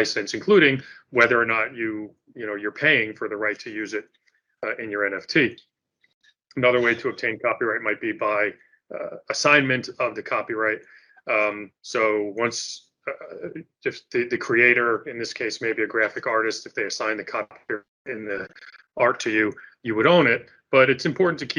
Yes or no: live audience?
no